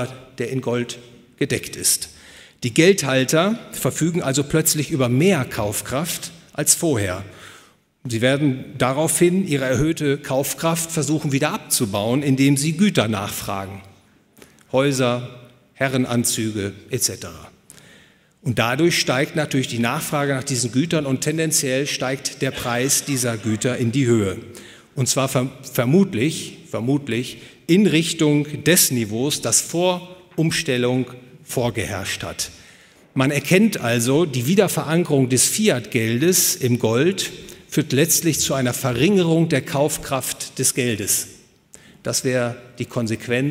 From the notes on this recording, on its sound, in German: Gehalten auf der Konferenz „Besseres Geld für die Welt“ des Ludwig von Mises Institut Deutschland. Hotel „Bayerischer Hof“, München.